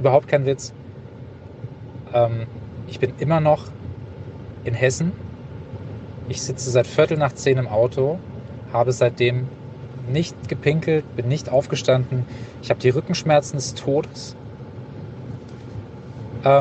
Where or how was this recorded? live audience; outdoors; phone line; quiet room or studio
outdoors